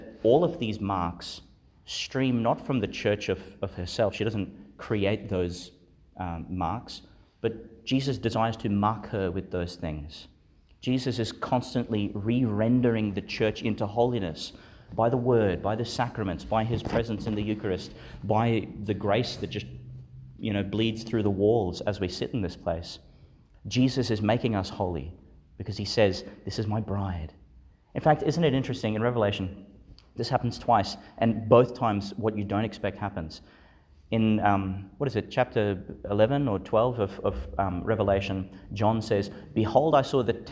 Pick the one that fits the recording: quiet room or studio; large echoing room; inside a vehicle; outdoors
large echoing room